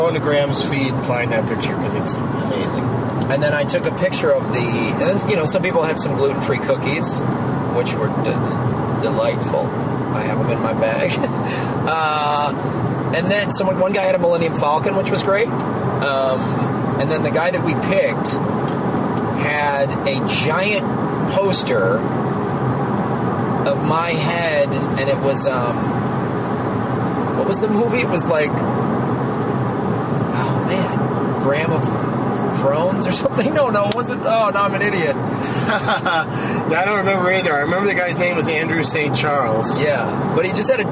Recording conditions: inside a vehicle